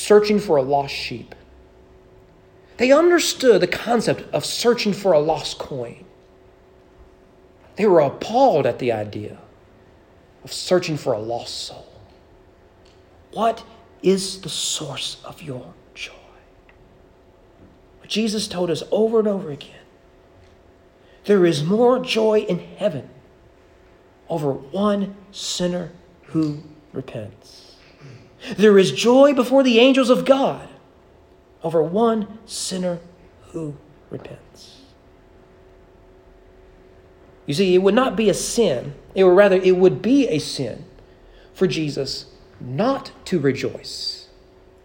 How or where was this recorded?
large echoing room